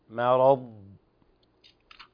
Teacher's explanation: كلمة مرض الضاد ساكنة وليس فيها قلقلة